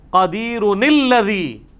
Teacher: جب آپ پچھلی آیت سے ملائیں گے تو نلذی پڑھیں گے، کیونکہ اصل لفظ ہے قدیرن جب ملایا جائے گا تو یہ لفظ ہے قدیرن الذی، لیکن جب ہم قدیر پہ وقف کرتے ہیں تو ہم کیا پڑھتے ہیں الذی خلق الموت والحیات لیبلوکم ایکم احسن عملا. · Term: کنٹینیوشن والی نون